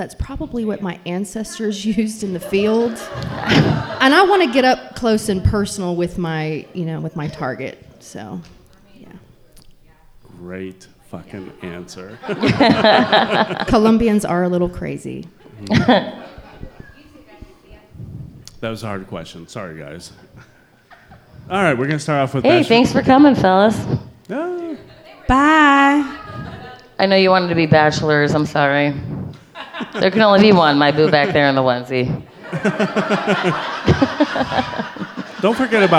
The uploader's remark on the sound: go live at Black Apple Crossing in Springdale, Arkansas